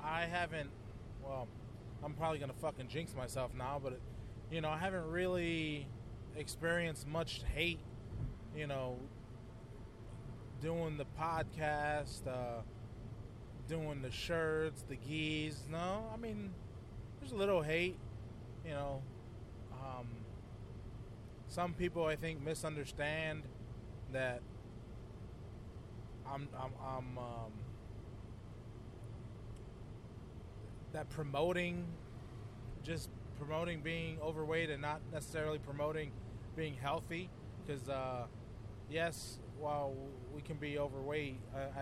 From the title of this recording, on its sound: A Quick CARCAST!